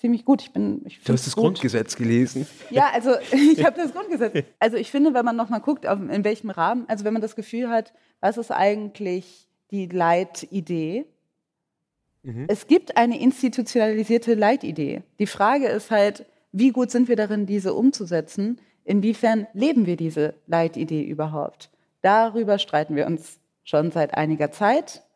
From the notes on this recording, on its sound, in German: Das Gespräch ist eine Aufzeichnung der Veranstaltung. Des Literaturhauses Frankfurt und des ZEITmagazins. Oktober im Schauspiel Frankfurt vor Publikum stattfand und auch als Videomitschnitt auf ZEIT ONLINE verfügbar ist.